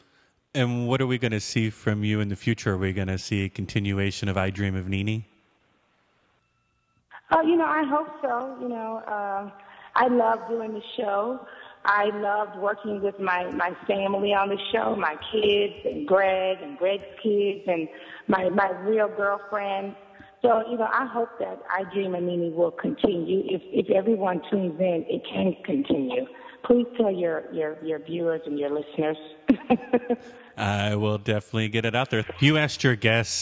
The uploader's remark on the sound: Today we participated in a Bravo TV conference call